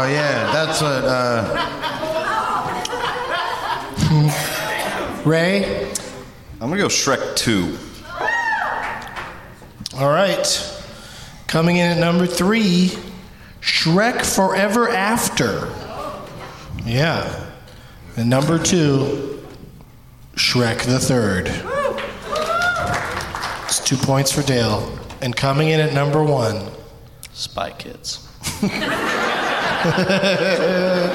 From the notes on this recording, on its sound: Live from the Laugh Out Loud Comedy Club in San Antonio